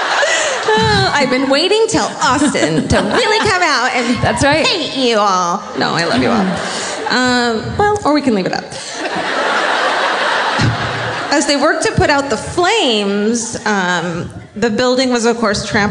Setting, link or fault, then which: setting, live audience